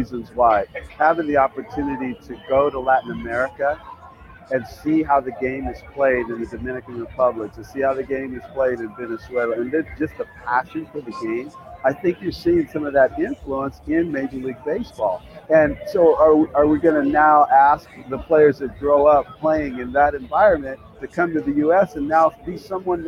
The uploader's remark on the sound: live once again from the All-Star Game in Seattle